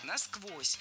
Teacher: Ударение в этом наречии должно падать на второй слог.